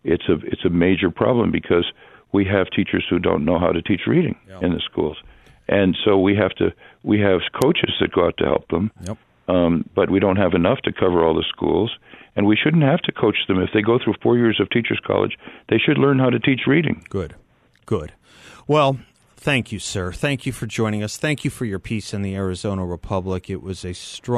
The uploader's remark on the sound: joins the show by phone